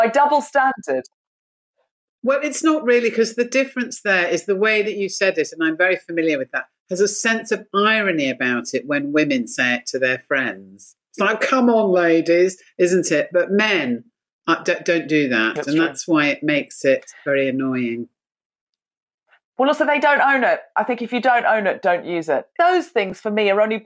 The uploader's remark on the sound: Via Zoom.